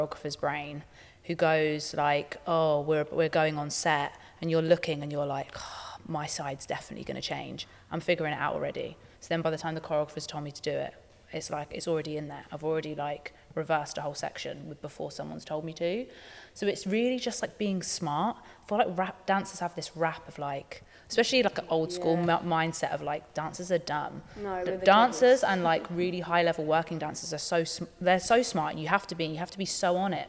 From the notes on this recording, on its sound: At The Ins And Outs easter intensive we had a Q&A